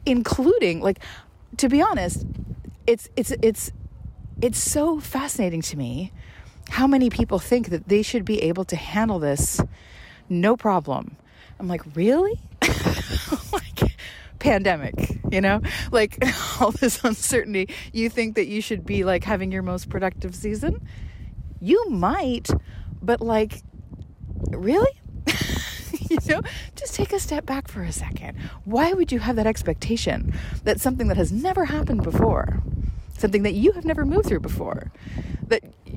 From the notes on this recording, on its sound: takes us on another windy stroll outdoors